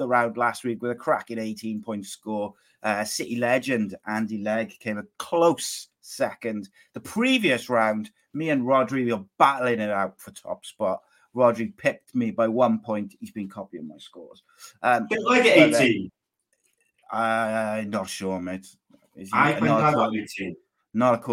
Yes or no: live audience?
no